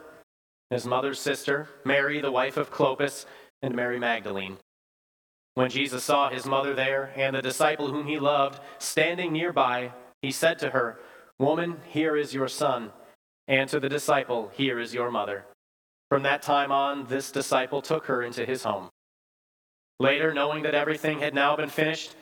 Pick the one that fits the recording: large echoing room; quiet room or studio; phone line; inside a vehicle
large echoing room